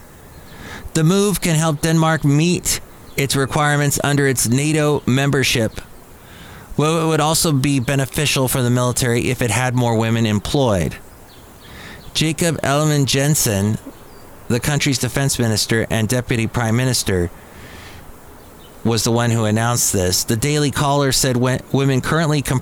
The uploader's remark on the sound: podcasts live from Cafe Anyway